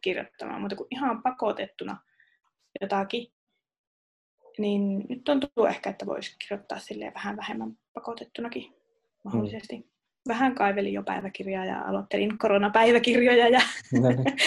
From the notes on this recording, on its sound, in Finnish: Jakso on äänitetty koronaeristäytymisen sääntöjen mukaisesti Zoom-videopuhelulla Raahesta Helsinkiin.